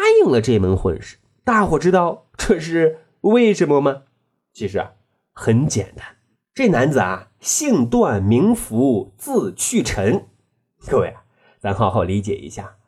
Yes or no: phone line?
no